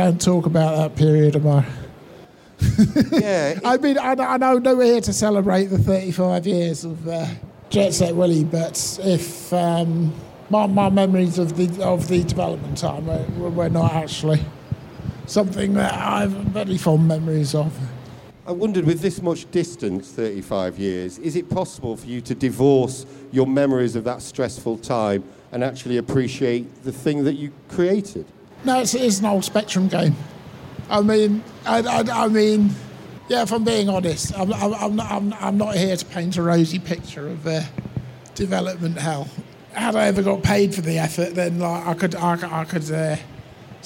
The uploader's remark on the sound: Panels recorded live at PLAY Expo Manchester.